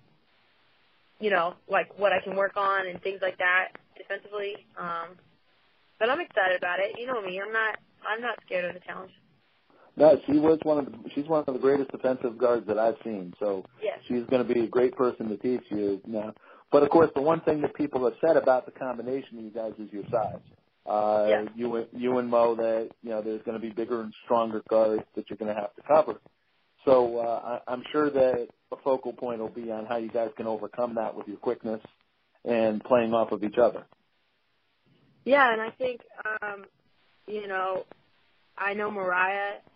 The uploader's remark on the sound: You can hear the voice inflection, the background conversation and anything else to help frame the context of the interview. On the phone with Dishin & Swishin.